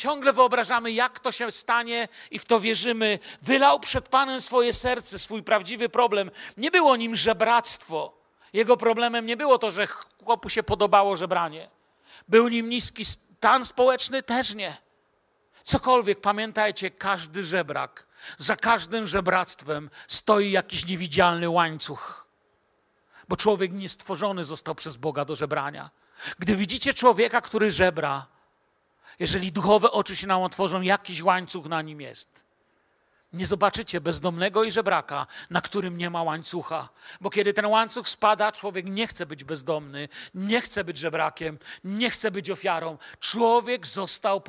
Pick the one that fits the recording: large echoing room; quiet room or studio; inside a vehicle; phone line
large echoing room